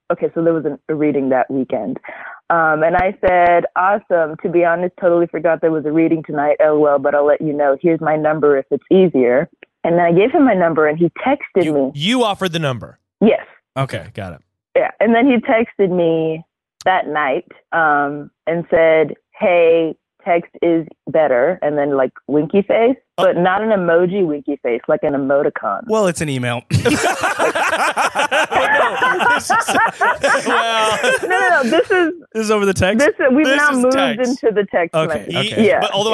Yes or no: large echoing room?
no